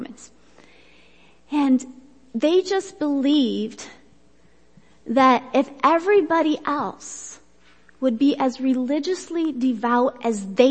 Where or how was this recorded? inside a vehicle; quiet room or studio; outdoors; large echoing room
large echoing room